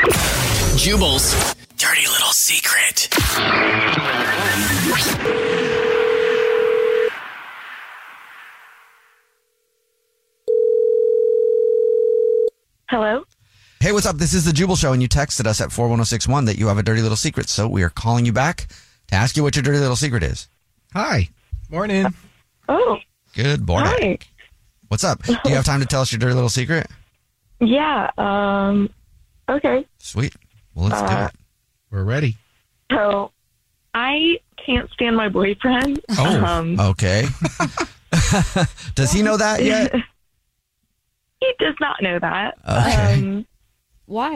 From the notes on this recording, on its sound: We have a listener on the phone. Listen to see how the room reacts.